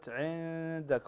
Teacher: نون ساكنة وبعدها الدال، والدال من حروف الإخفاء، فنخفي النون هنا عند الدال مع الغنة بمقدار حركتين. وكذلك عندك المد الطبيعي، تكرر أن كل المد الطبيعي أو ثلاث أربع مرات تكرر معك المد الطبيعي يزيد عن حركتين، والمد الطبيعي لا يتجاوز مده حركتين، لا يزيد عن حركتين، فهو مد طبيعي أو مد أصلي.